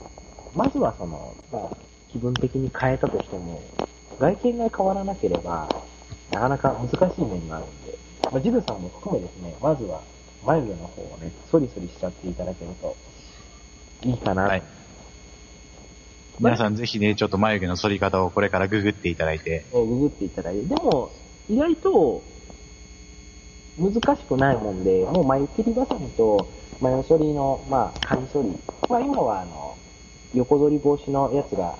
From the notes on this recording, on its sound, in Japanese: 今回、マイクのせいでかなりノイズが入っていたり電波の関係で音が飛んでしまったりととんでもない仕上がりとなっております